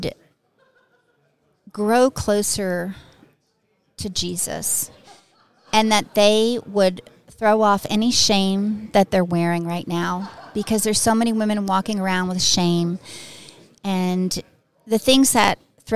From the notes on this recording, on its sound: At the NRB conference.